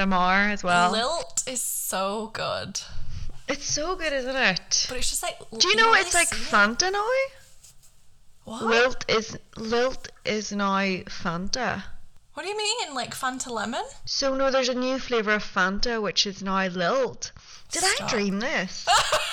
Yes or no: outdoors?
no